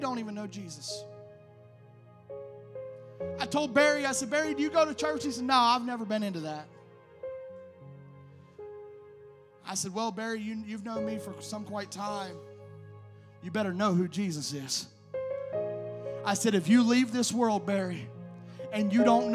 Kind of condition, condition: setting, large echoing room